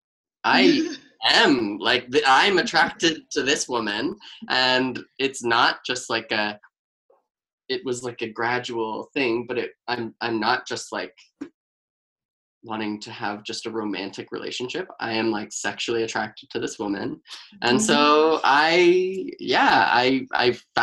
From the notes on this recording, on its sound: Like many other podcasts, we’ve had to change our format due to the continued physical distancing procedures that are in place to combat COVID-19. This week, our co-hosts and producer meet once again, but over a Zoom video call, to check-in and chat with our amazing guests!